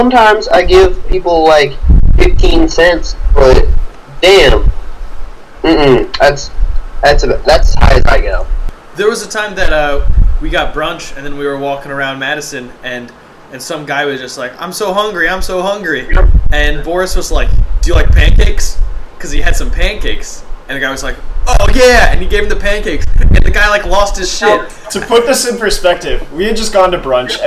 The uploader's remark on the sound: we recorded in a windstorm apparently.